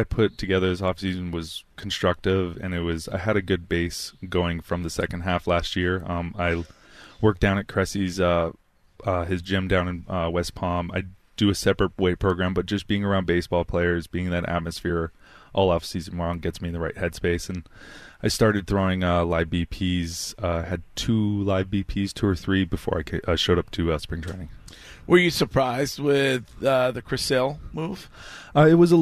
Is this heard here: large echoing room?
no